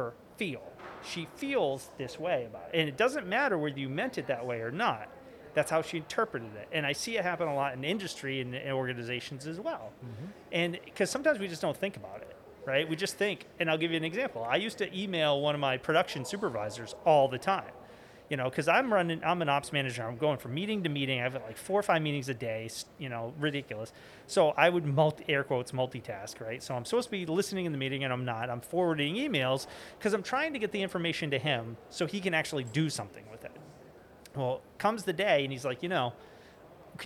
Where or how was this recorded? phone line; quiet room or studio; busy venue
busy venue